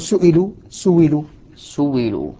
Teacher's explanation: نعم. كذلك أبدل الهمز المكسور بعد الضم واوا